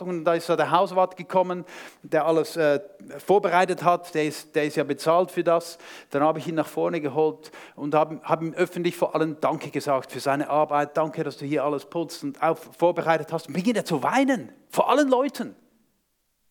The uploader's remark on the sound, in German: Vortrag beim SUMMIT 2023